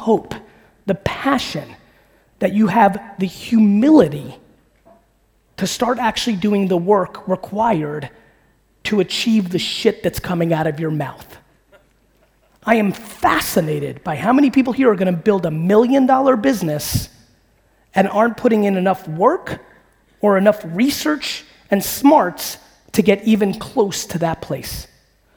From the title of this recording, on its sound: A Keynote: Business Squared Sydney, AUS